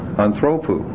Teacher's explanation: in the genitive, the form is anthropou. Now, there's been an accent shift.